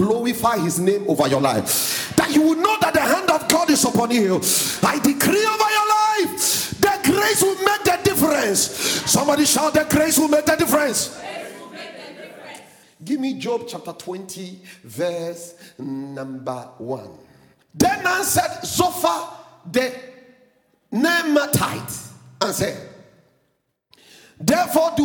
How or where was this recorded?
large echoing room